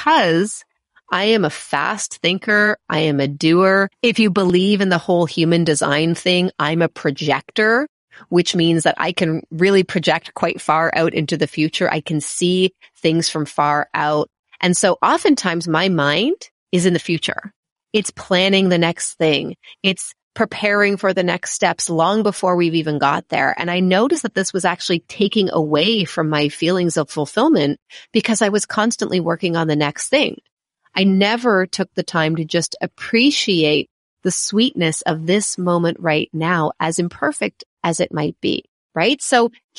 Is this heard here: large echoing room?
no